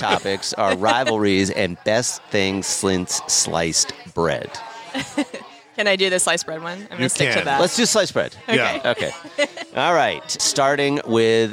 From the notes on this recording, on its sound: Recorded Live at the Punchline Comedy Club.